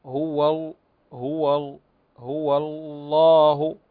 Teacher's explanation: فتلاحظون أن ننتقل من حرف مرقق إلى حرف مفخم، وهذه اللام تسمى اللام المغلظة، وهي اللام المجاورة لحرف مفخم